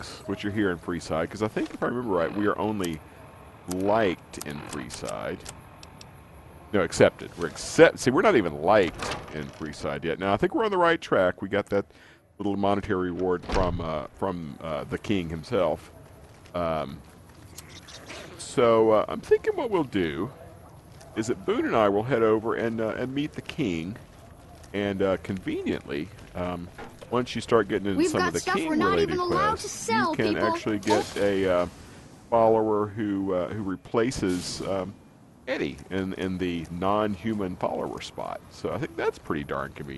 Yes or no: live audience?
no